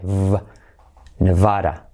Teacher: Fíjate, tiene la V, que sería semiclave, V. Es como una F, pero activando las cuerdas